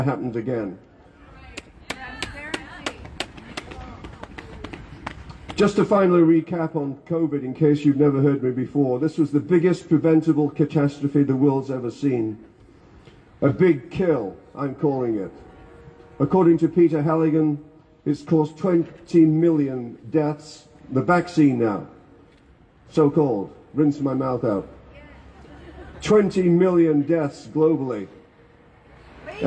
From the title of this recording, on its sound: Press Conference at the Alberta Legislature